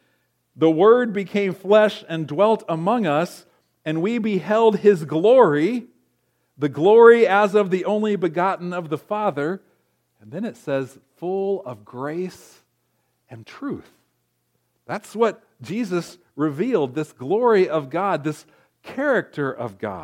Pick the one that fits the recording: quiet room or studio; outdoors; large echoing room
large echoing room